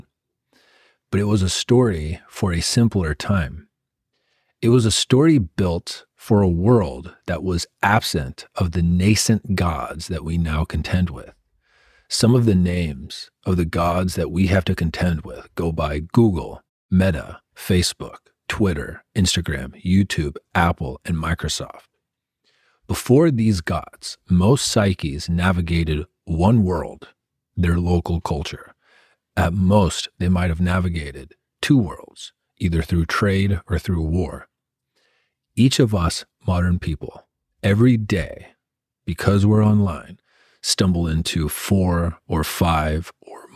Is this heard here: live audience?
no